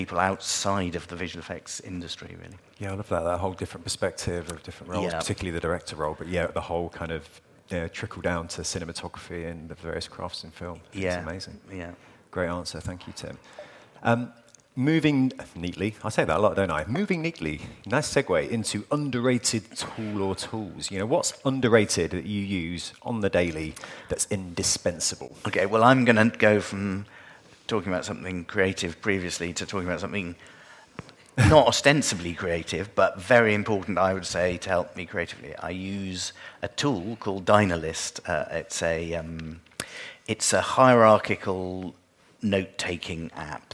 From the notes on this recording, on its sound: a stand alone episode we recorded 'live' from this year's FMX conference in Stuttgart, Germany.